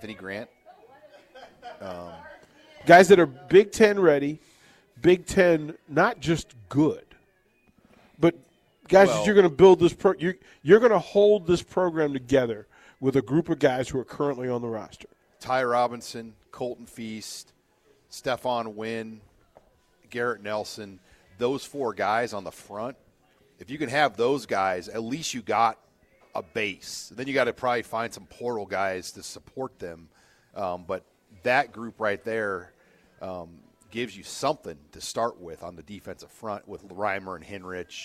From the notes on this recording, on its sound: Live from Tanner's